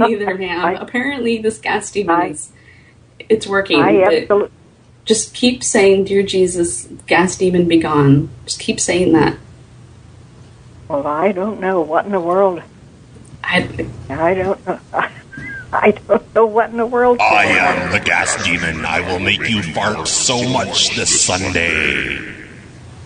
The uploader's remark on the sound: Prank Phone Calls